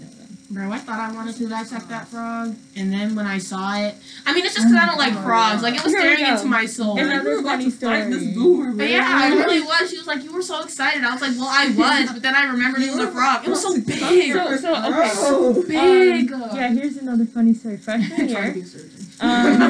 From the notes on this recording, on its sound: We are a group of minorities in the suburbs of Chicago about to be seniors in Highschool. We apologize for the audio quality we are getting better mics we are just starting off but the content is gold. We recorded this during spring break of junior year.